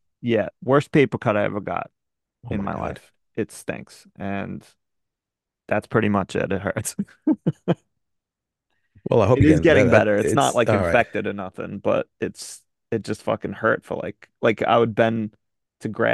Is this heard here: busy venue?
no